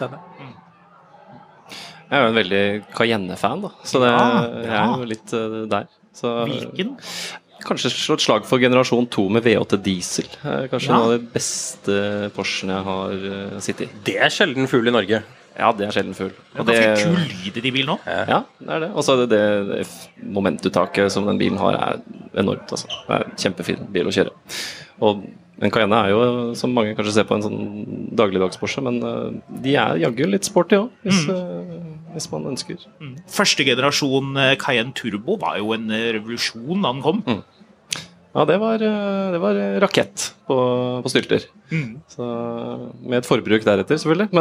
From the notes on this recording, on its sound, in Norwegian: Vi tar turen til Porsche Festival 2023 og lager live podcast fra Rudskogen med 10.000 besøkende. Med oss i paddock.